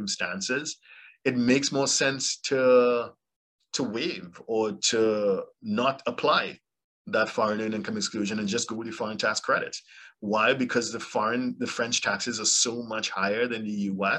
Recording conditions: video call